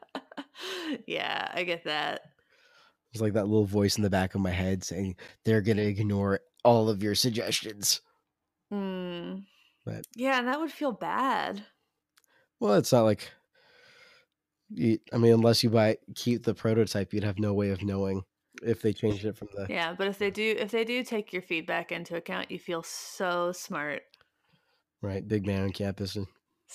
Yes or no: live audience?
no